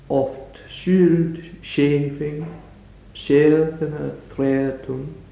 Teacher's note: three of the four stressed syllables alliterate with each other. In the line, oft skjuld skjefing, skjefne threatum, the alliteration is on the sh, and the alliterating sounds, the alliterating syllables, are skjul, skjef, skjef.